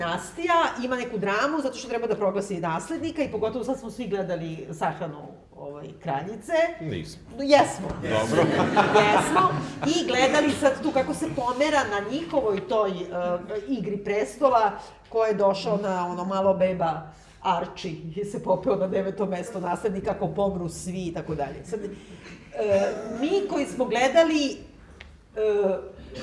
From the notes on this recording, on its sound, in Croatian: Dve epizode ZUT-a snimljene na nastupu pred publikom u našem novom i od sada stalnom prostoru za susrete sa vama, "Hartefakt Kućom".